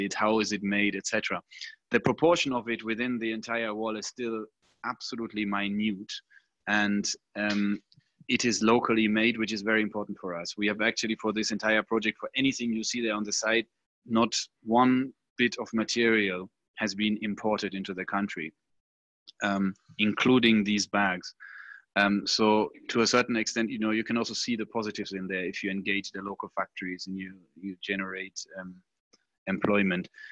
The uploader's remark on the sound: This audio recording is from a live webinar that was hosted on 18th June, 2020.